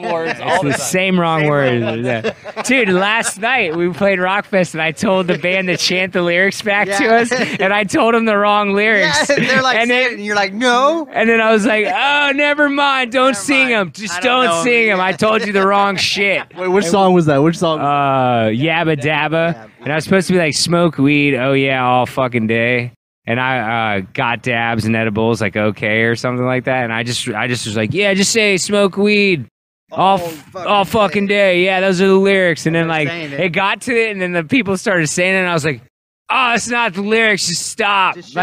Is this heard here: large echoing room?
no